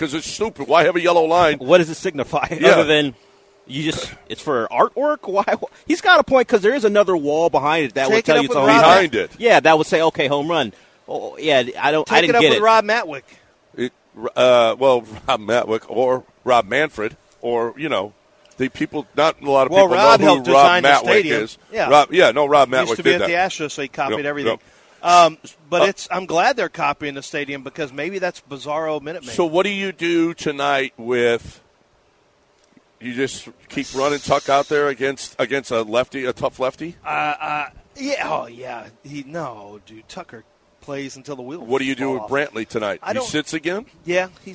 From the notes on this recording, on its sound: Live from East River 9